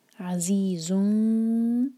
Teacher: ز کے اوپر جو تنوین ہے دومہ کی، اس کے بعد آ رہا ہے ذیل، تو یہاں پر ہم اخفا کریں گے اور ذیل کے لیے زبان تیار. اور دیکھیں دومہ سے ذیل پر جا رہے ہیں تو ہماری ہوٹ گول نہیں رہیں گے